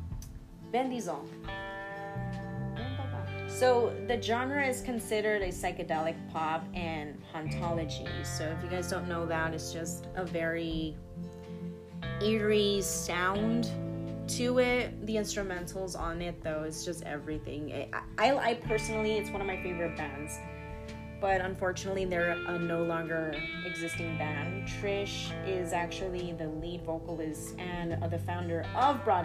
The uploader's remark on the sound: Opps on some annoying background noise